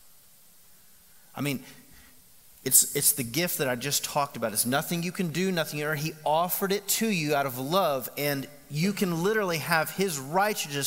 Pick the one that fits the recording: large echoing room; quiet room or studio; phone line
large echoing room